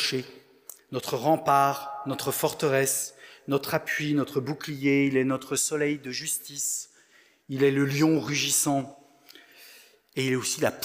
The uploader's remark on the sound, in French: Enregistré à l'église CVV, le 20/11/2022